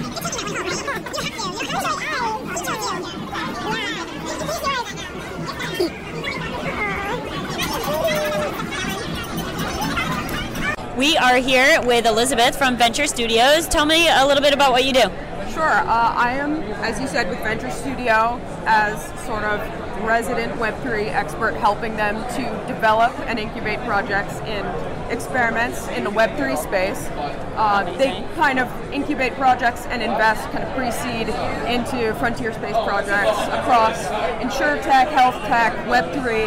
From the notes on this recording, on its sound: In this episode, we take you Live from NFTNYC 2022. We hit the floor & chatted with a variety of projects & people.